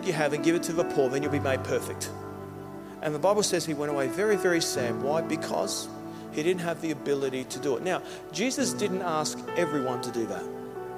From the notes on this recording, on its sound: Service recorded Live at Victory Church in Bendigo.